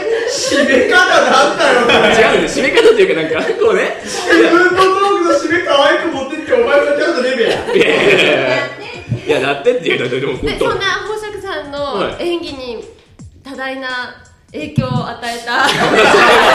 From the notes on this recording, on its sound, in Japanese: 広い部屋でマイク２本しか使っていないため、お聞き苦しい部分が多々ございます。